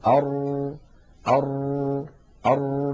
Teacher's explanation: نجد أن اللسان فيه شيء من الارتجاف